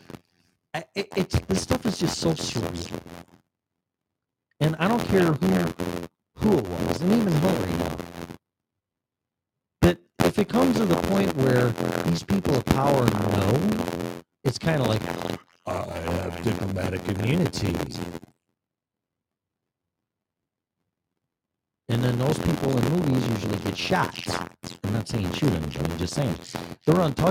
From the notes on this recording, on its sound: Apologies for the static